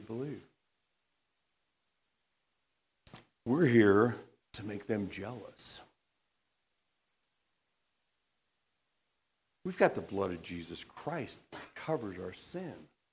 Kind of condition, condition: setting, large echoing room